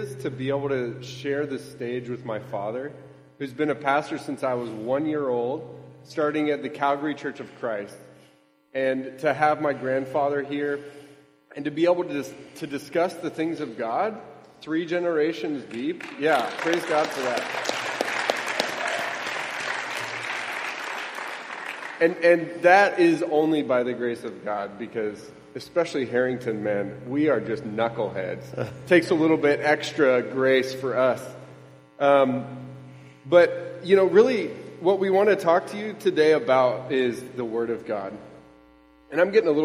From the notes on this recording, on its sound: Which they preached together at the GO Conference in Toronto, Canada, in 2019. Which they preached together at the GO Conference in Toronto, Canada, in 2019.